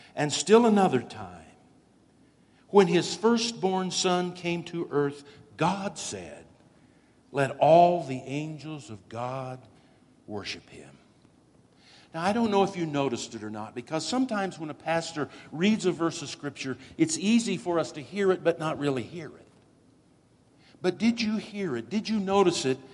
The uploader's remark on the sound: Woodland Life Church Live